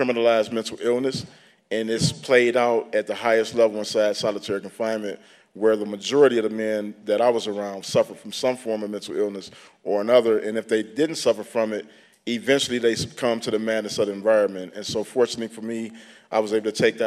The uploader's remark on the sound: took place at the 2015 Aspen Ideas Festival.